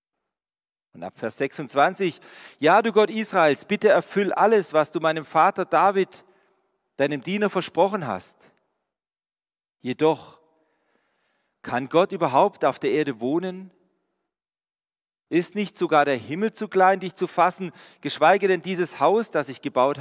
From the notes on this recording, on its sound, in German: Die Predigt aus einem Gottesdienst der EvangelischenGesamtkirchengemeinde Marschalkenzimmer-Weiden.